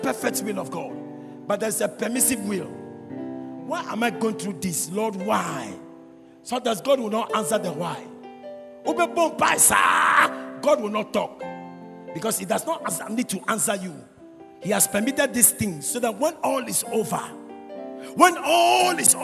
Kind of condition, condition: setting, large echoing room